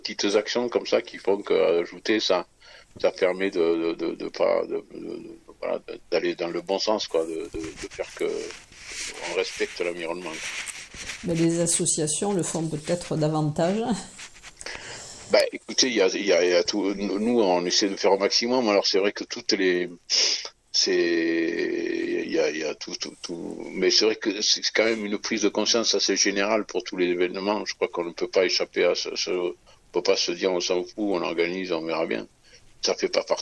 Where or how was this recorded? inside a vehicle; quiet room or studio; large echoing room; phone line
phone line